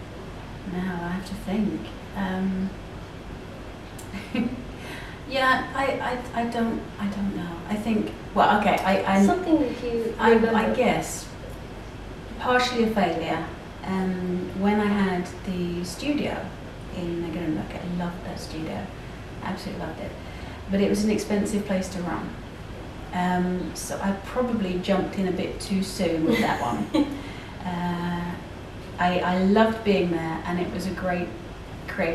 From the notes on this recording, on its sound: The quality of the audio will need more of the listener's patience since you will be able to hear the static sound from our mic. I left my other camera and the splitter cable at home.